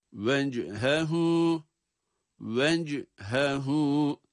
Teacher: cim harfi cezimli, dolayısıyla kalkale sesiyle okunmalı